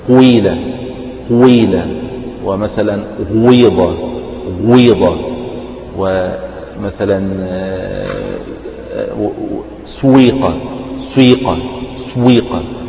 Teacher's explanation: يعني تضم الشفتين وتبدأ يعني نفس القاف يكون فيها جزء ضم وجزء كسر